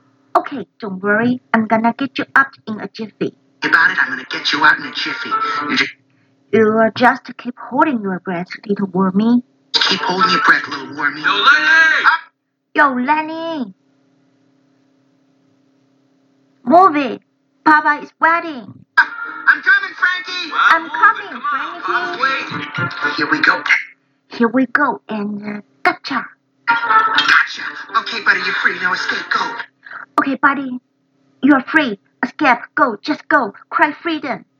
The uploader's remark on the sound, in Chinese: 手機音質不佳